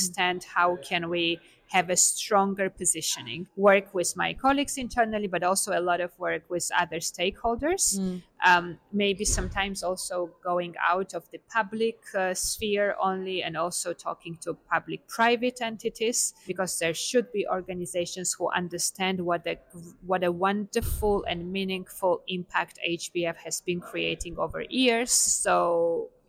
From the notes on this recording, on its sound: This series was recorded on site. International Film Festival Rotterdam.